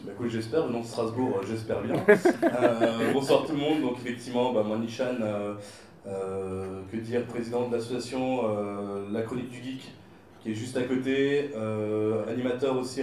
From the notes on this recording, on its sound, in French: Conférence enregistrée lors de la 5ème section jeux vidéo et réalité virtuelle du Festival Européen du Film Fantastique de Strasbourg. Au Shadok de Strasbourg.